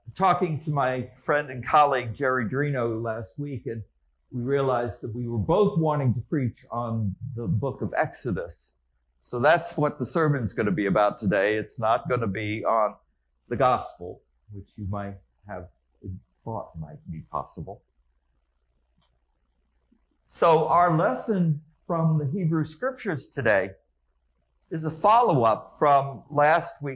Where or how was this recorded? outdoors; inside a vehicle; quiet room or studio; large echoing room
large echoing room